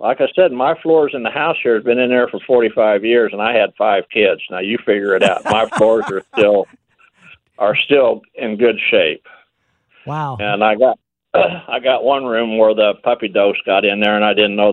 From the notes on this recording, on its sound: takes and answers your phone calls